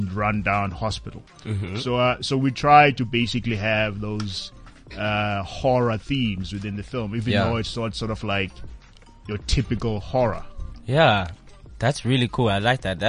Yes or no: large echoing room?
no